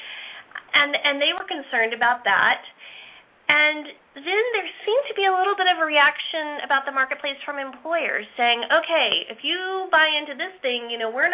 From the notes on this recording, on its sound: This show is an opportunity for listeners to call.